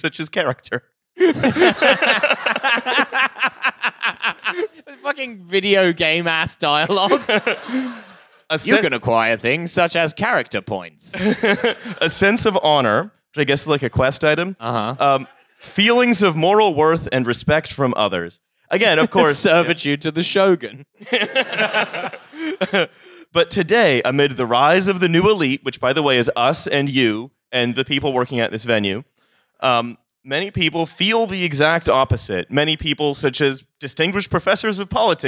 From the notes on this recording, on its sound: TF Live in Glasgow. We performed live at Slay in Glasgow.